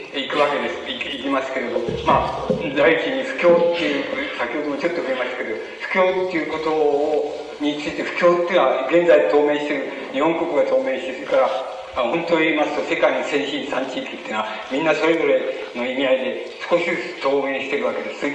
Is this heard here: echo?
yes